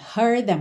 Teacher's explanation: Então a gente tem esse D. Consoante oclusiva fechando heard, já vai juntar num som só com o T, que é na verdade TH, them